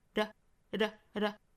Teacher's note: 这里面不是十足的爆破 t,也不是真正意义上的 d 的发音，而是一个 flapt 。我们说时间呢在硬腭轻轻的一弹而过，的的的。练习这个音有一个方法，就是我们把前面这个元音拖长，然后到这个闪音非常快的一闪而过。在练